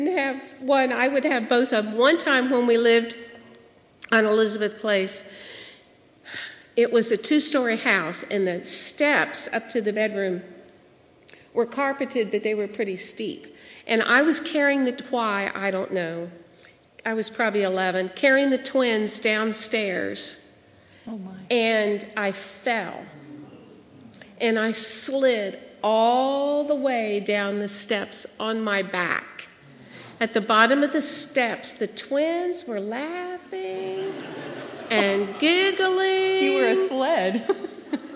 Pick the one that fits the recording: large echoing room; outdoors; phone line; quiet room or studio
large echoing room